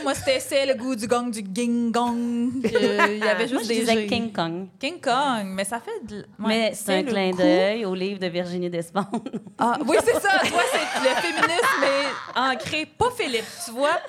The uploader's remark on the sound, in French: Enregistré devant public à l'Idéal à Montréal mercredi le 1 novembre 2023.